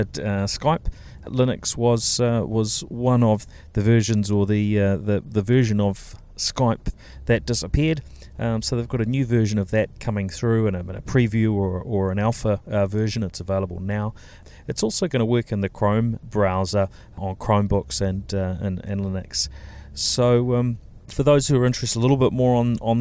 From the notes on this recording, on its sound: This episode comes from Microsoft’s Worldwide Partner Conference